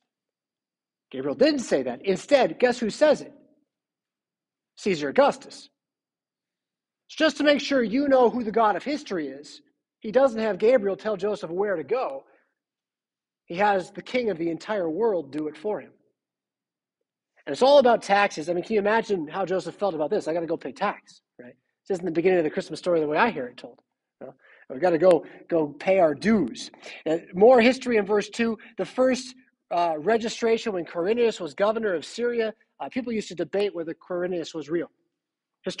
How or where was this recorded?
large echoing room